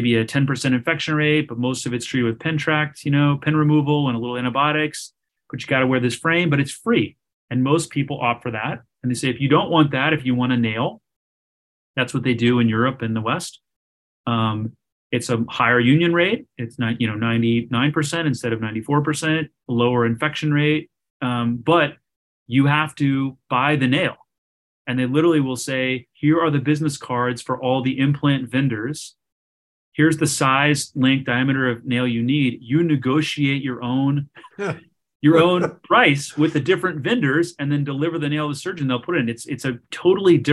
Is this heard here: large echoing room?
no